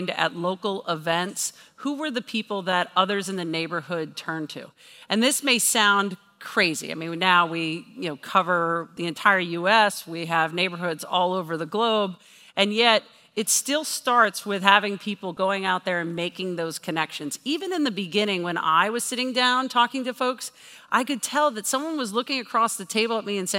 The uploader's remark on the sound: This recording is from her talk. At CMX Summit.